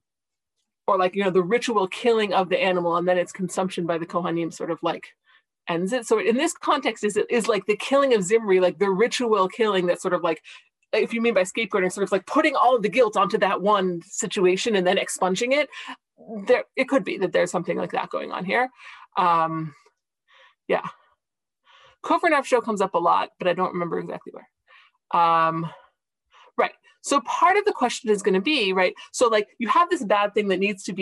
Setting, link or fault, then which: link, video call